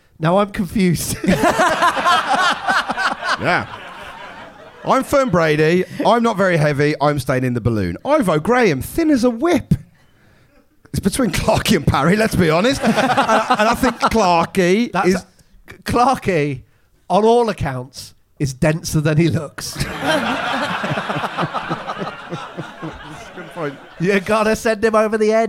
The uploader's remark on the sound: Recorded live at The Phoenix pub.